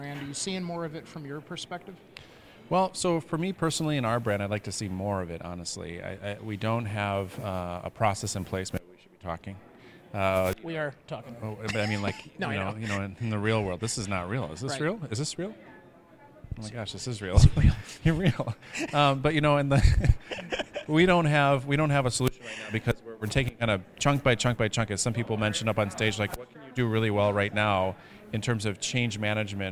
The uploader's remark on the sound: LIVE FROM NYC – Social Media Strategies Summit 2019. This week’s Influence Factory episode was recorded LIVE at the 2019 Social Media Strategies Summit in New York City.